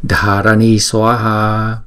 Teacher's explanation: chữ Dha này kéo dài hai nhịp, bởi vì chữ A này là chữ A dài